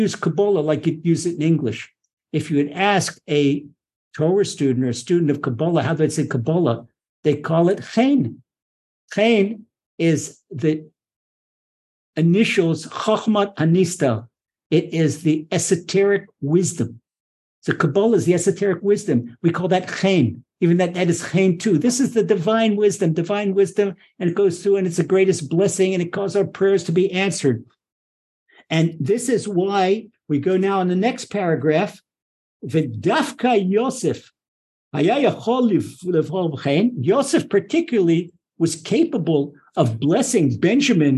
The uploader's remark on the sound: Recorded via TORCHzoom.